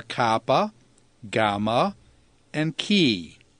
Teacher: The last category are the palatals, and they are formed by placing the tongue at the top, the soft part of the palate of your mouth